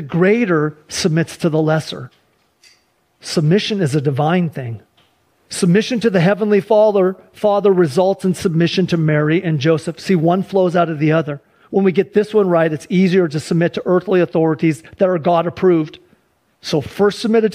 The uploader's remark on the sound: Sunday church service livestream